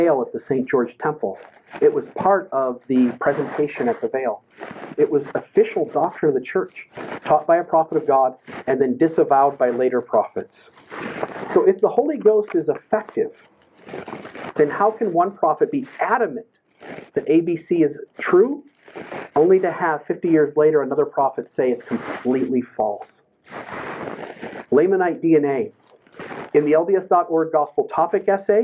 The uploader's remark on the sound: The audio quality has issues but a transcript has been included HERE to make it easier to know what is being said.